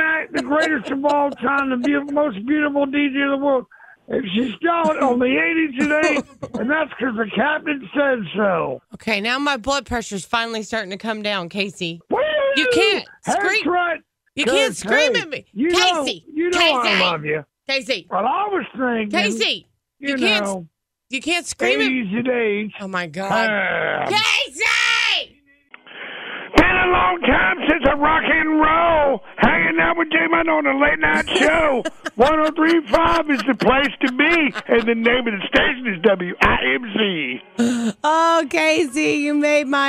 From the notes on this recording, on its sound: Here is a collection of phone calls from one of WIMZ's favorite listeners.